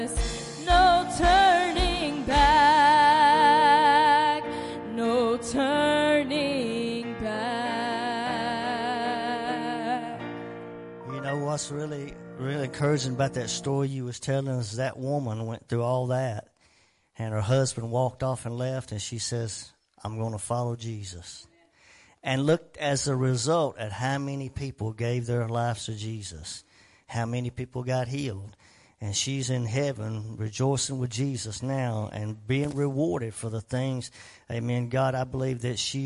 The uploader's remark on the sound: WELCOME TO OUR LIVE SERVICE. Preaching at Family Worship Center in Athens Tennessee. To stream our music live over the internet.